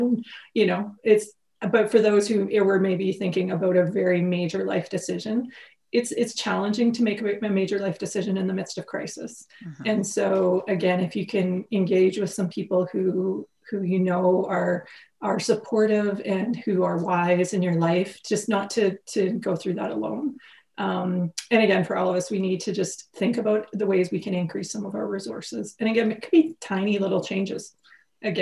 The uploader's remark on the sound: Recorded from webinar on December 2rd, 2020.